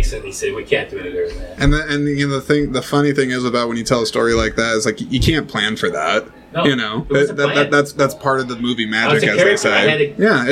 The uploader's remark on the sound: This episode marks the first in a limited series of exclusive conversations that were recorded on site at the 16th Annual Iowa Independent Film Festival.